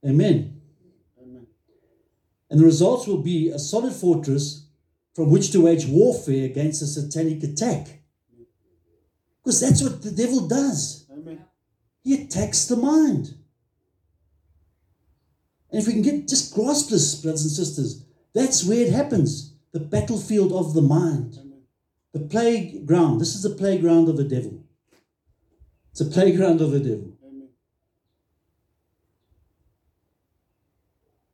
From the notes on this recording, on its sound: At Love Beyond in Harveston.